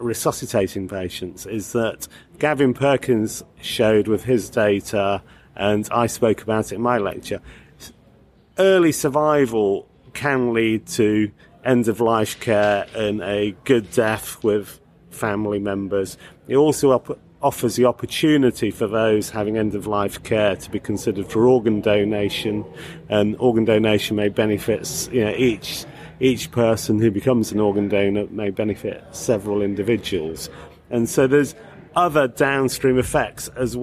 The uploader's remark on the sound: European Resus Council meeting Slovenia 2019. A vox pop round up of the best of the ERC19 conference in Slovenia.